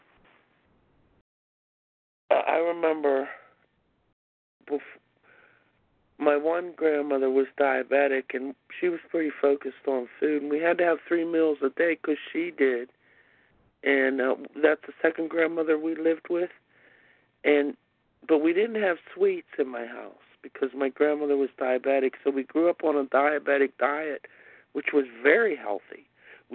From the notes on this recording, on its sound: 100 Pounders Phone Meeting